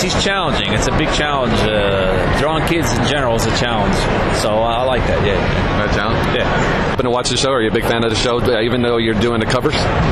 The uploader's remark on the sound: at last weekend’s Wizard World Reno Comic Con